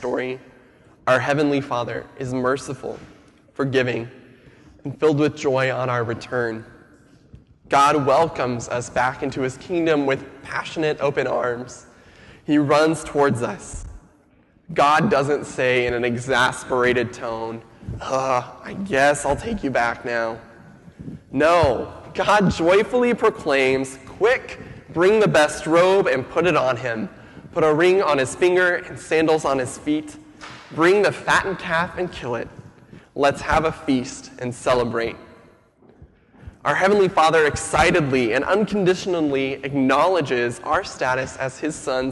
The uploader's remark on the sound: Sermon audio from FIBC Copenhagen, July 26, 2015.